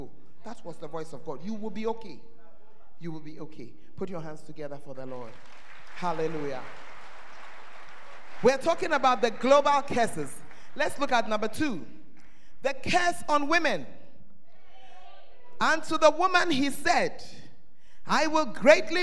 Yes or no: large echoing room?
yes